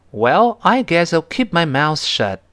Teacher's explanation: 读快之后，后面的 shut，最后那个 t，有点失去爆破的味道了